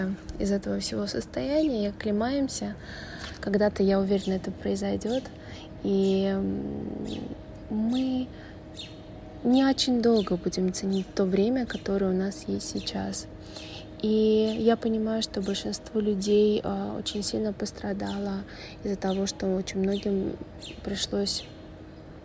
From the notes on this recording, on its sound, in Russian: Этот выпуск я записывала на телефонный диктофон, поэтому заранее простите за качество.